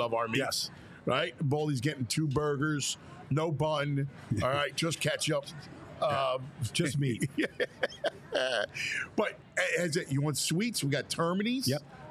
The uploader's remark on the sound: We are LIVE from the Reading Terminal Market in Philadelphia